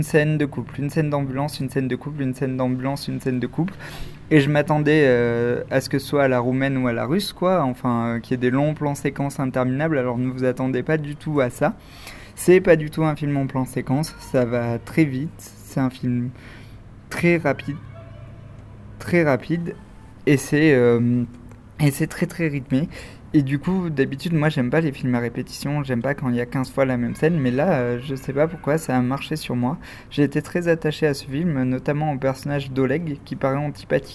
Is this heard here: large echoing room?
no